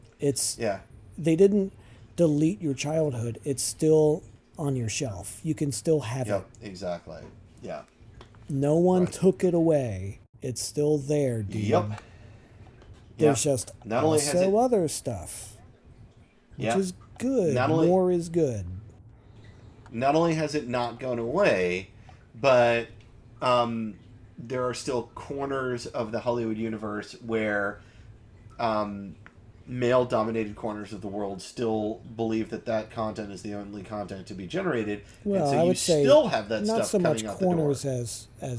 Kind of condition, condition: fault, sounds in the background